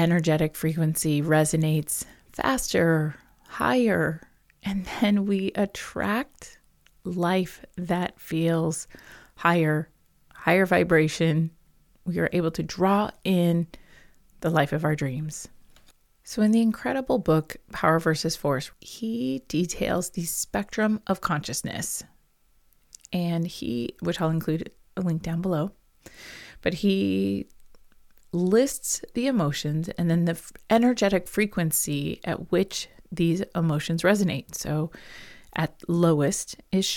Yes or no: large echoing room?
no